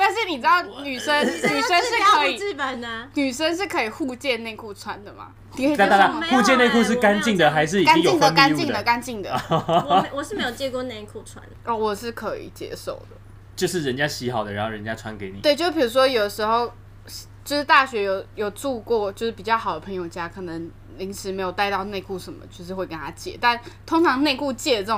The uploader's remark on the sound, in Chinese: 在錄製時笑聲實在是太大，儘管已經有做過後續處理，依然難以抗拒。